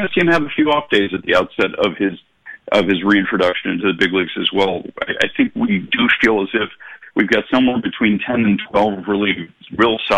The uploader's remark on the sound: calls